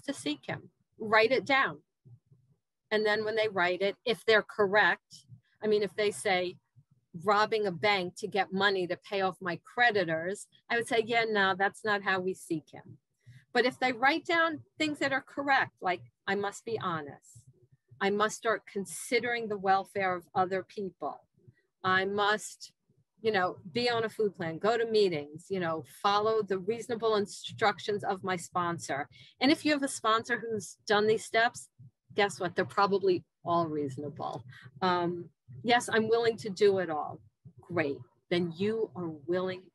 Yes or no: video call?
yes